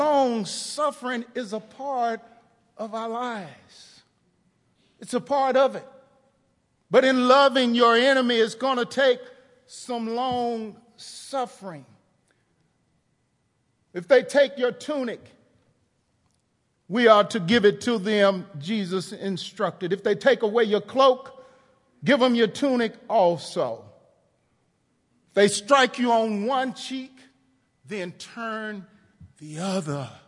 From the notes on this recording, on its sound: TR campus. Recorded live on 11/18/18 at The Fellowship at Two Rivers.